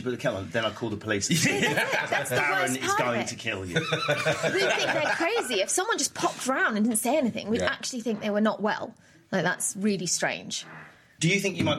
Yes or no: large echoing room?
no